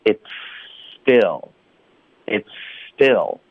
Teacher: 滑，非常流畅的直接弹到后面的呲的音。那呲的音大家也要注意，它一定要爆破，OK，不能弱化成 is，这个两个音呢。单独发的时候学生都会已经有点难了，弹舌音够难，然后这个 it's 的音很多学生都会不知不觉就弱化，你要连起来两个发的时候呢就是又加了一层难度。 said it said it but I said it 对吧？那这个 it's 的这个词音呢你要一直持续 it's，因为 it's 的这个词音跟 still 的词音呢这两个 s 的音是连起来发的